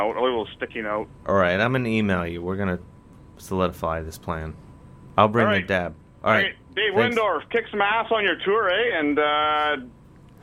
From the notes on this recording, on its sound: Music behind DJ. Talks on the phone. Live in-studio!